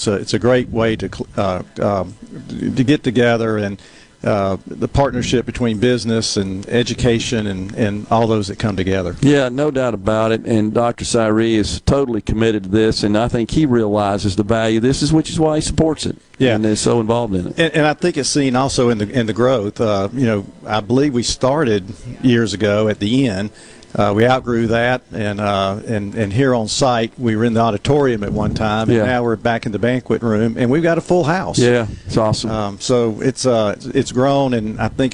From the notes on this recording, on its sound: LIVE from The Oxford Conference Center for the Ole Miss School of Business Banking and Finance Symposium